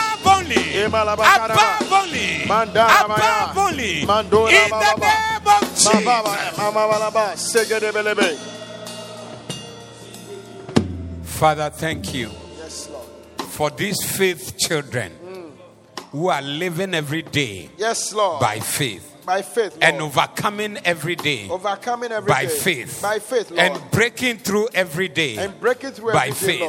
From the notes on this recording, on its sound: Preached at the Doxa Service 19112023